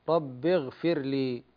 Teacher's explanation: الغين بارك الله فيك ساكنة بعد كسر، يعني خفف التفخيم قليلا